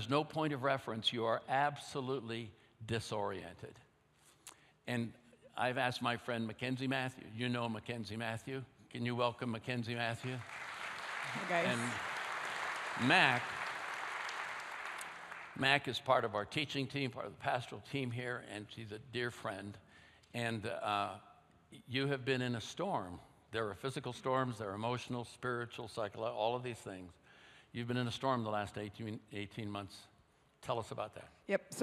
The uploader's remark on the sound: at Timberline Church